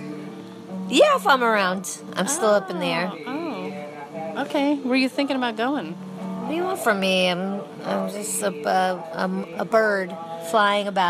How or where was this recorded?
busy venue